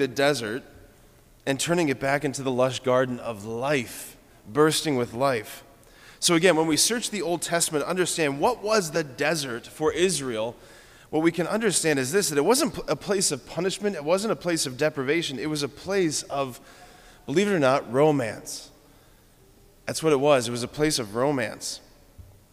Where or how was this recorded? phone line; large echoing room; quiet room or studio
large echoing room